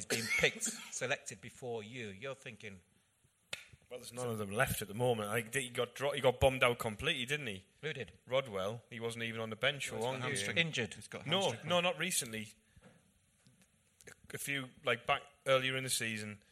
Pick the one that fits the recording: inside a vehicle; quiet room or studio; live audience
live audience